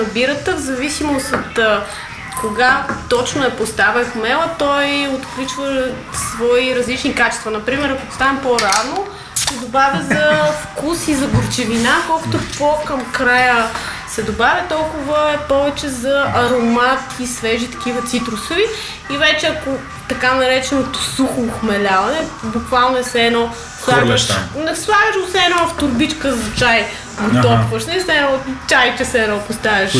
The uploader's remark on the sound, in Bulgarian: Записано на живо в бар Vitamin B